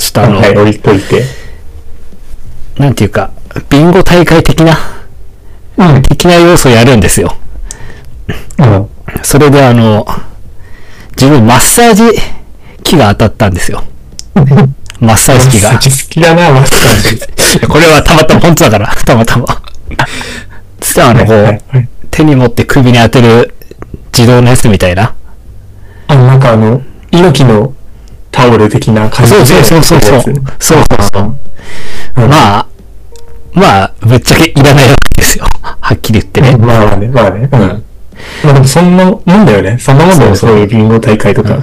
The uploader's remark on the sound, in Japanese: 前回と同様、設定ミスで軍事無線音質です。